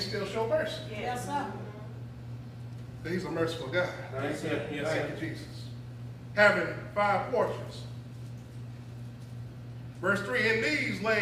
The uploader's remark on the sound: This is audio of me preaching back in 2021 in Cedar Fork Baptist Church.